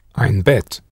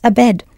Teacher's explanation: In the Middle Ages, the German T sound shifted and softened to a D sound